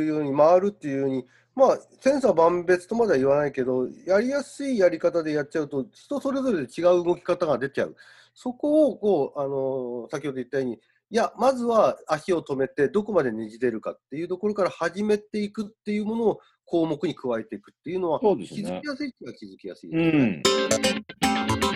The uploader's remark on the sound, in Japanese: コロナの影響で、リモート録音となっており、。音声の質が悪いことをお知らせするとともに、お詫び申し上げます。